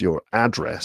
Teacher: But then there's the other group, which is where in the UK, they're pronounced with the stress on the last syllable. But in the US, you put the stress on the first syllable.